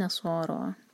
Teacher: نون پر غنہ، نون کو ہول کریں گے، اور سا اور را دونوں ہیوی ہیں اور دو دو حرکہ، لمبا چھوٹا نہ ہوں.